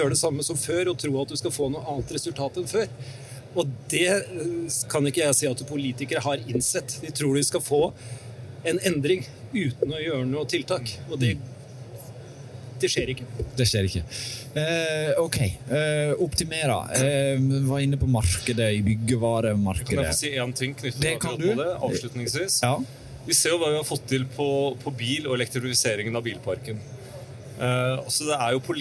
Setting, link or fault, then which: setting, busy venue